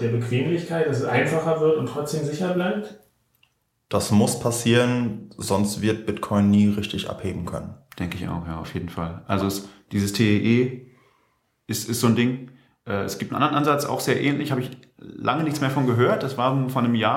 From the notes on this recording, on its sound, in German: Der Honigdachs als Fern-Stammtisch. Wer sich beim Hören wundert, dass der Ton dieser Folge etwas hallig ist – da hat uns die Technik einen Strich durch die Rechnung gemacht.